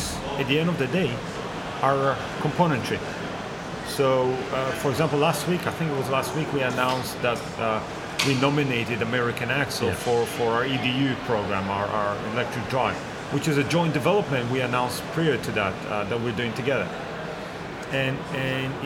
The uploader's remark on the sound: This interview was recorded out and about, so there is some background noise.